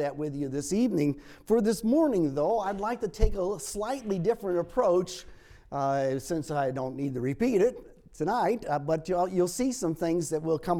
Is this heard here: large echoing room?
yes